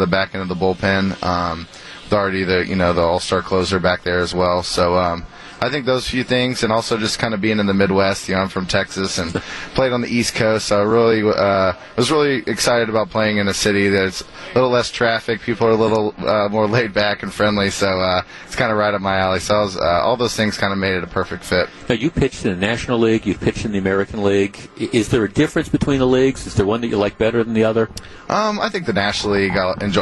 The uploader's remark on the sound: Brewers Opening Day Live